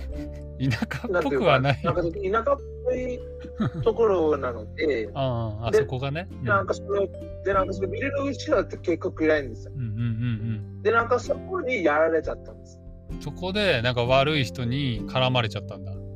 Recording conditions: poor sound quality